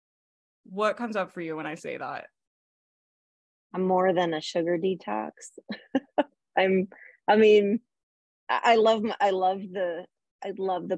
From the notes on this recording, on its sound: I am sharing a replay of zoom call from my training series called REIGNITE